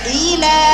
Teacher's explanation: اللام مفتوحة يبقى إلى صوت الحرف المفتوح كأنه سهم ناظر فوق ما تقولش أي انحراف